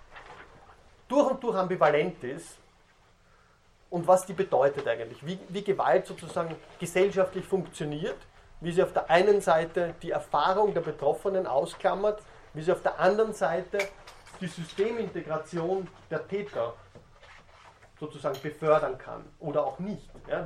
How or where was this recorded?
large echoing room